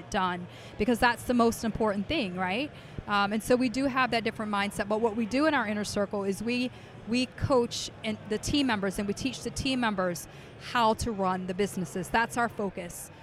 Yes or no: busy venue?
yes